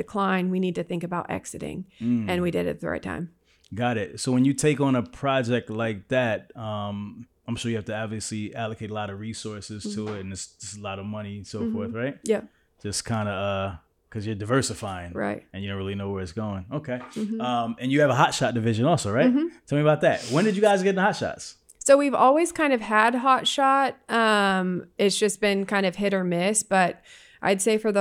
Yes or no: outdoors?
no